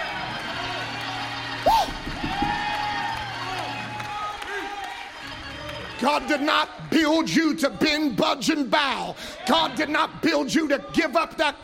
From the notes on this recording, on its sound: Live from the Tabernacle at Redemption!